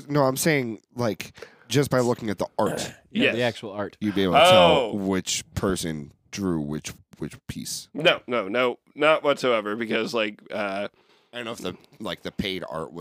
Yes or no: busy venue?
no